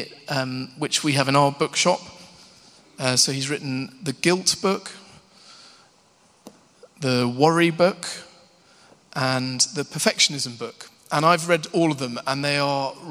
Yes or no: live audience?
yes